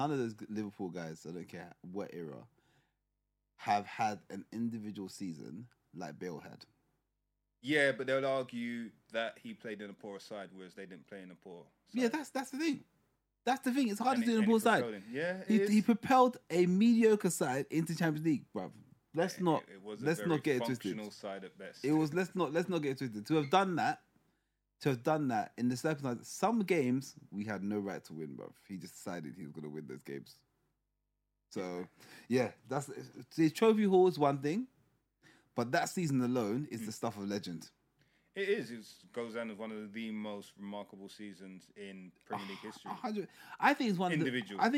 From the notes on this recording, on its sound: Apologies for the sound quality after the intro, just turn us up a little.